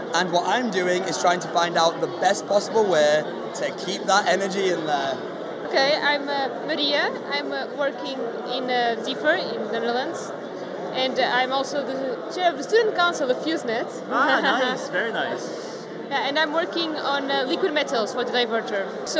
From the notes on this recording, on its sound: going live on location at the FuseNet PhD Event in Padua, Italy